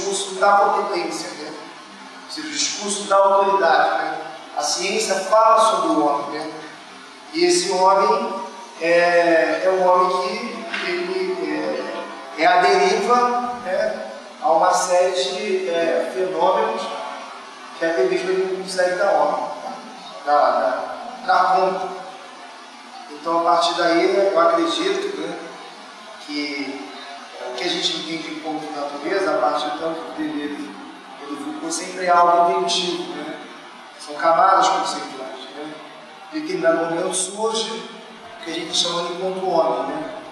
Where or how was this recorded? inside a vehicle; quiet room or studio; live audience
live audience